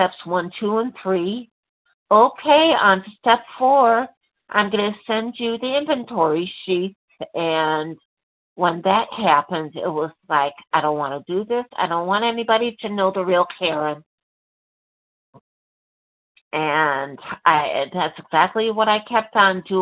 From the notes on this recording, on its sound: from the 100 Pounders Phone Meeting